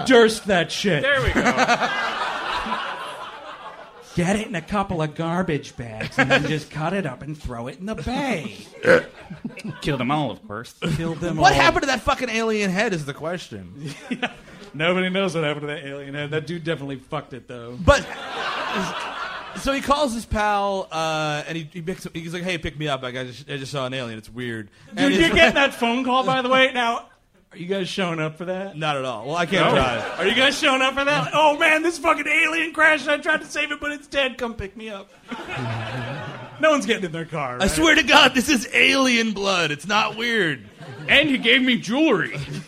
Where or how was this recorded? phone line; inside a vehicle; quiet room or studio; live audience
live audience